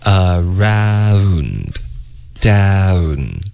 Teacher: 所以你有一个 a 然后再嘟嘴 ow 结尾呢你就需要发一个 n 的音舌尖得顶上颚 · Term: 双元音